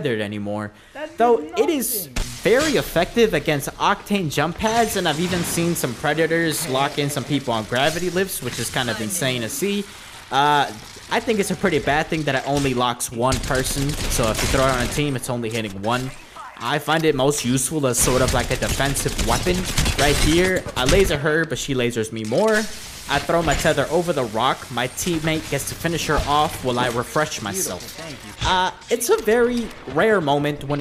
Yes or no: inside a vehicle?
no